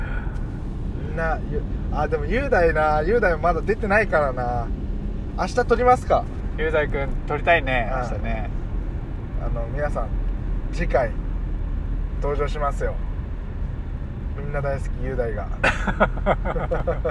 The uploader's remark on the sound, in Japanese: ドライブで、無駄なはなし